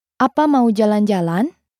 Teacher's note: you should add a bit of rising intonation at the end as well, to give another signal that this is a question